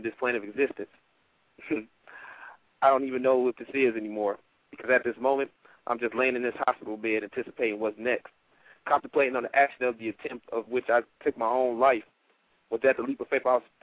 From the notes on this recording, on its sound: The January edition of our open reading featured callers from Tacoma Park, Maryland, Sioux City, IA. Please ignore all the wrong buttons I pressed.